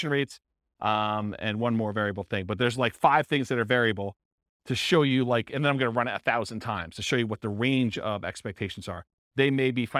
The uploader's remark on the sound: This was a live class recorded